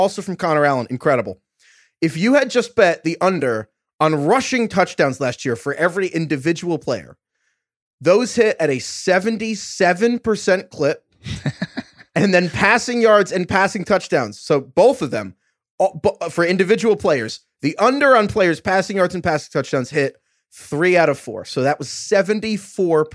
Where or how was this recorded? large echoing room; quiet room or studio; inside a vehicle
quiet room or studio